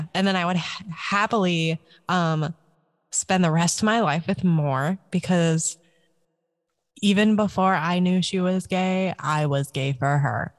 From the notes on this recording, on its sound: We apologize for the sound quality and feedback.